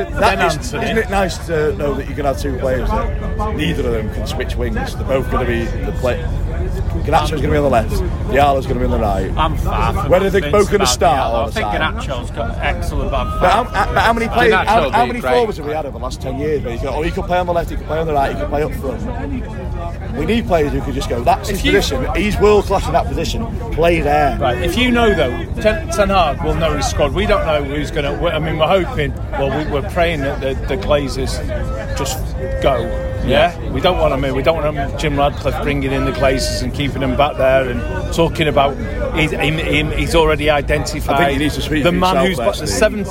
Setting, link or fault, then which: setting, busy venue